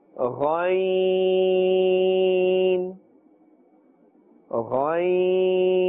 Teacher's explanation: ghayn is from the top part of the throat